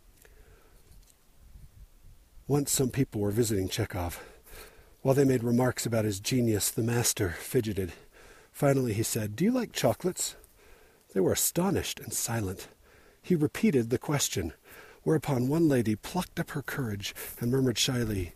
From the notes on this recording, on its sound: Recorded while hiking on a section of the Bonneville Shoreline Trail, part way up Provo Canyon. There's some wind and I have to breathe heavy because, well, I'm hiking at an elevation that looks down on Denver by 1000 feet.